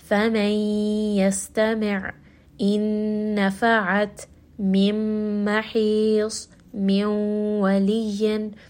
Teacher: So for all of these sounds, you are still going to hear that that noon sound is still there. Even though it's merged into the next letter, you do still have that nasalization. · Term: idgham with ghunna